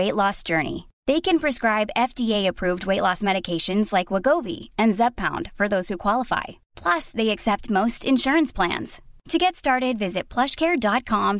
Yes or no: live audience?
no